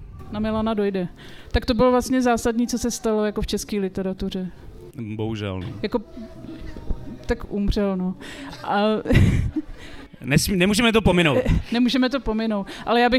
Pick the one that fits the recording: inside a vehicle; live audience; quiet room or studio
live audience